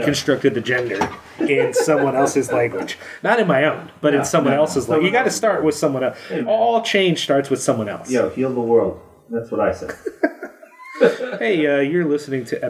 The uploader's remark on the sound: On this episode, the sound is not great. We have a new sound editor who did everything he could to reduce the noise levels, but yet again when I recorded it I did something wrong so we got a lot of background fuzz. When you digitally cut stuff like that out it leaves an echo sound, and so there is some of that here.